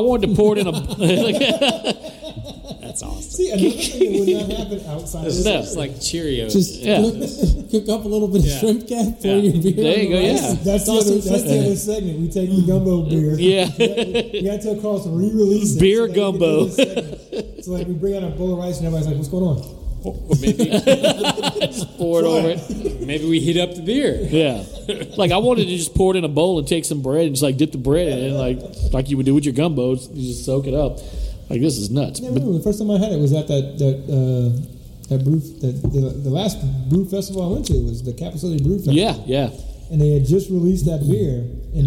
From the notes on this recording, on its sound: It's a Micro-Episode from Rally Cap Brewing in Baton Rouge